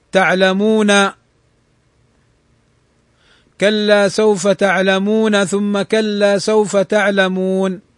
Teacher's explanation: فمثلا تعلمون، لو وصلت تعلمون، كلا سوف تعلمون، ثم كلا سوف تعلمون، فلو وصلت تفتح النون، لكن لو وقفت تسكن النون · Term: المد العارض للسكون